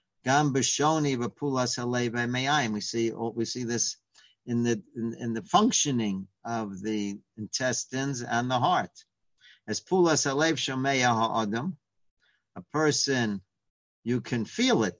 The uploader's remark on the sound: Live On Zoom